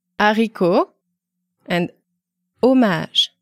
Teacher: The letter H, when placed at the beginning of a word, is not pronounced · Term: silent H